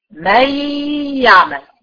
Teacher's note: النون اختفت، لكن لو ركزتي معايا في السمع هتلاقي في مش ياء مشددة، في صوت غنة.